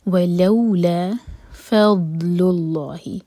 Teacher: ضاد ساکن پر کبھی بھی جھٹکا نہیں آنا چاہیے. دود کے لیے ہم زبان کا سائڈ یوز کرتے ہیں، سائڈ کے دانت میں لگا کے تھوڑا سا ٹائم دیتے ہیں.